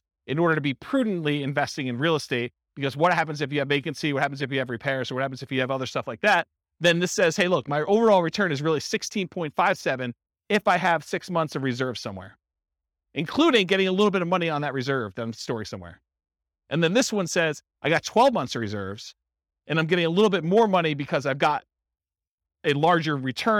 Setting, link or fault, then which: setting, live audience